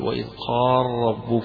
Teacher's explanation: قراءة أبي عمرو ويعقوب بإدغام اللام في الراء · Term: الإدغام الكبير